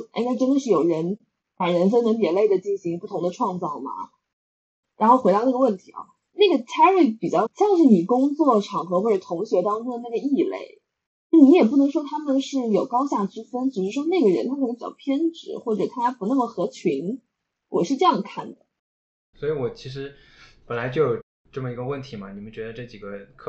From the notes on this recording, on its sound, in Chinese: 本期为远程连线录制，音质还请多包涵。